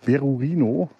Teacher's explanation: Berurino wird das japanische, die japanische Silbenschreibweise für Berlin, wird übrigens tatsächlich Berlin ausgesprochen, denn R und L werden in Japan durch den gleichen Konsonanten gebildet